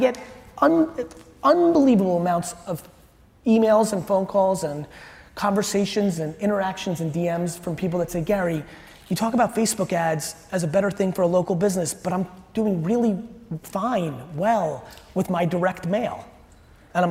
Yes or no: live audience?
yes